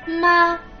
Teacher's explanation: Il primo tono è costante. Il tono di voce non scende né sale. È un tono abbastanza alto. Corrisponde al limite massimo della tonalità che si assume nella conversazione.